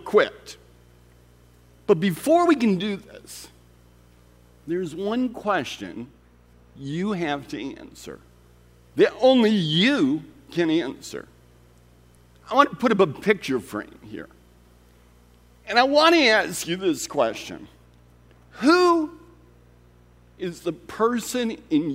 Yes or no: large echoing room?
yes